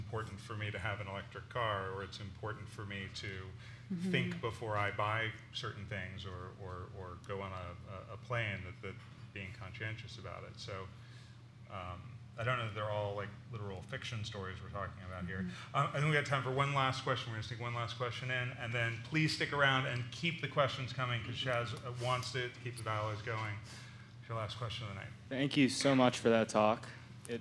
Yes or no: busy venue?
yes